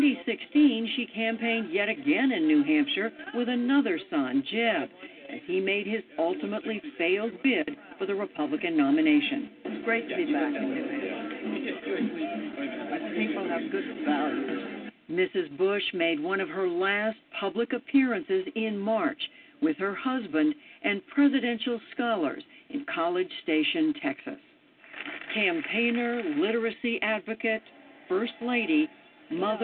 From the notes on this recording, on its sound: Your phone calls.